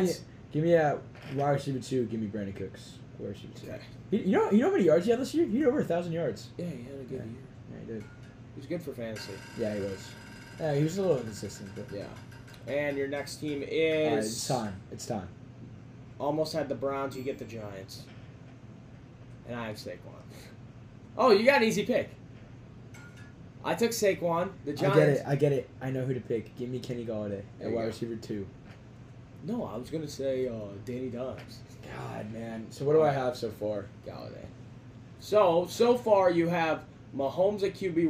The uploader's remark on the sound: This episode was the first ever Live recording done over TikTok live.